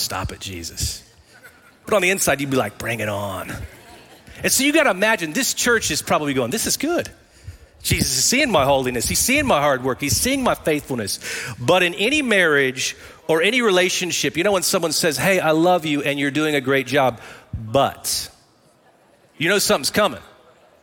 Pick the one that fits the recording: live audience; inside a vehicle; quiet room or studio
live audience